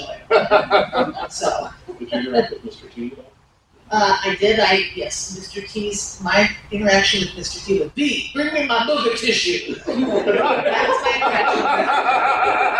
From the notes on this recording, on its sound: HORROR REALM 2023 PANEL. At Horror Realm Convention 2023.